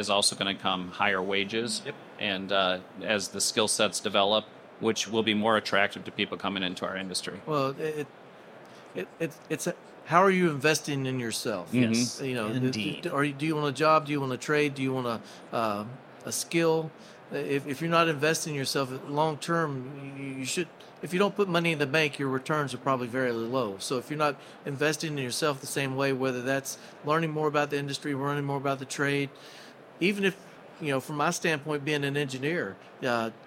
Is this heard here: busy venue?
yes